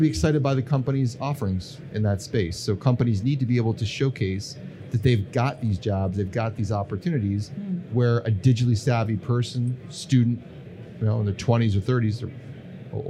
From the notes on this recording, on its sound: This episode is brought to you from our live podcast studio at ADIPEC 2022, where we are hosting live podcasts from the heart of the conference exhibition